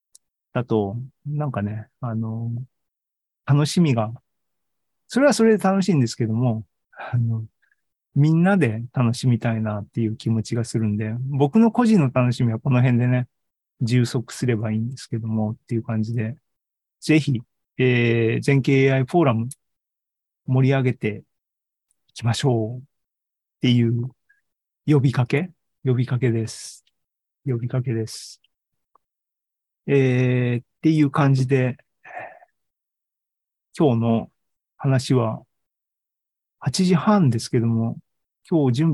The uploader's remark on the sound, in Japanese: ２０２３年１月２５日に開催した ZOOMライブの模様です